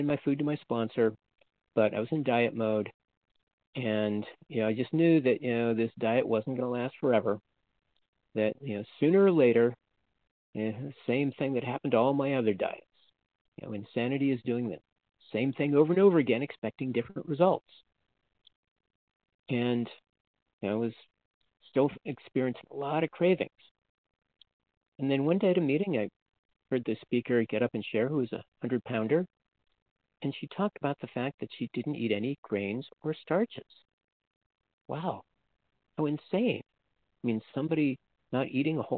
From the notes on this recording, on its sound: from the 100 Pounders Phone Meeting